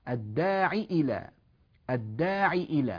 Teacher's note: يعني لا تثبت بعدها ياء، كسرة كاملة من غير ياء بعدها · Term: كسرة خطف